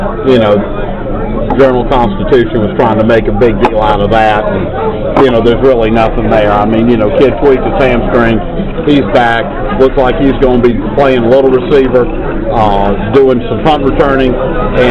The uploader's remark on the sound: Live from the beach. Im drunk at TGIF's.